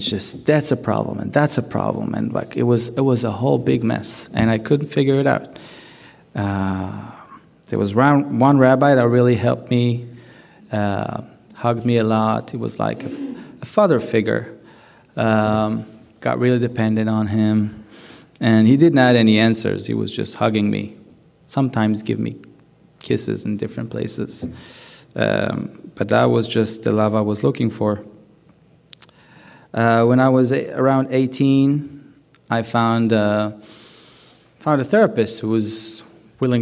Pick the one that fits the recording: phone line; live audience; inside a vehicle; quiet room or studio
live audience